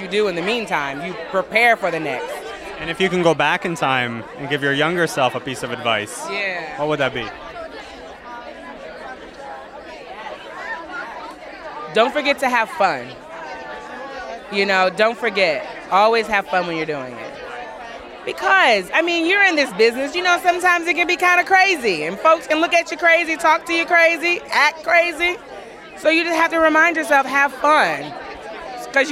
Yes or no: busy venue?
yes